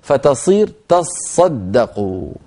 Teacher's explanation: وهكذا رواها لنا عاصم، عاصم رواها تصدقوا بحذف إحدى التائين، والقراء التسعة الباقون رووها لنا تصدقوا بإدغام التاء الثانية في الصاد فيصير النطق بصاد مشددة